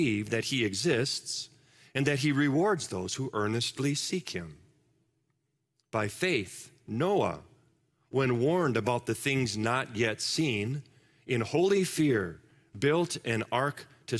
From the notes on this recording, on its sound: Live from our Celebration Ministry Center